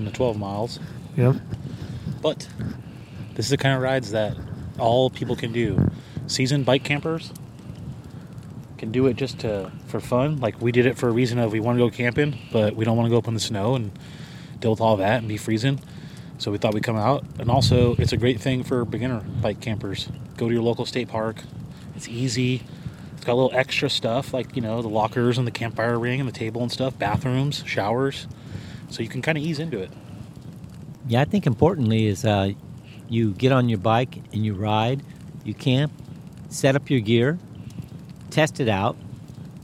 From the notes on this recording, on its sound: Bullards Beach Campout. We were able to fit in a first attempt at a mini podcast recording during our recent campout at Bullards Beach State Park in Bandon, Oregon. Bandon Bicycle Works (a former bike shop in the area) organized a "backyard bike camping" overnighter.